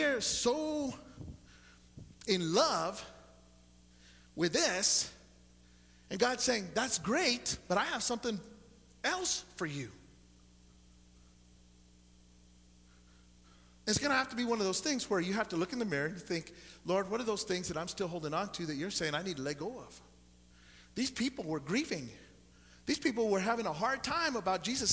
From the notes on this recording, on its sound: Sunday Morning Service.